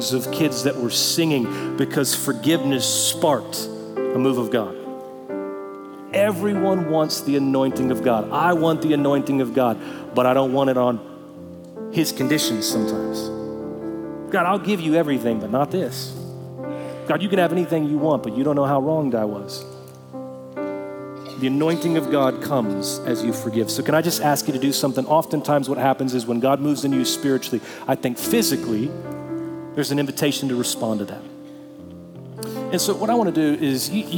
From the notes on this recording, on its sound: Recorded Live at Brookwood Church on 11.05.2023.